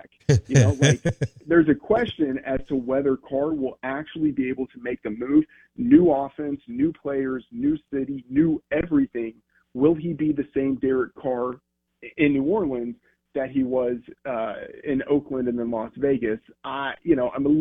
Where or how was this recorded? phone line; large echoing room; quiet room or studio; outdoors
phone line